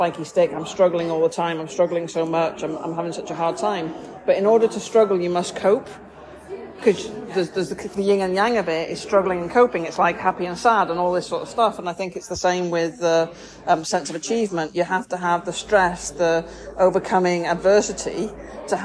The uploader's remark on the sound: This is recorded on a snazzy new microphone in Tim Hortons.